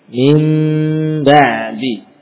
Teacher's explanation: dengan mengganti nun mim dan disertai gunnah yang sempurna. Bukan hanya diganti saja mim ba'di, namun diberi gunnah yang sempurna. · Term: qalb atau iqlab